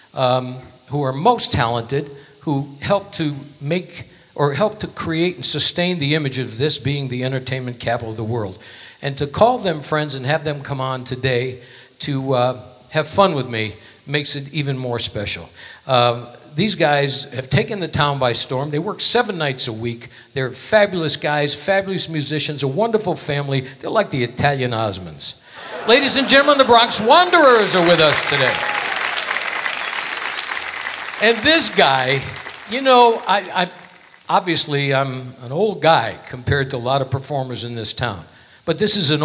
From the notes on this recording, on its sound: Live at the SouthPoint Casino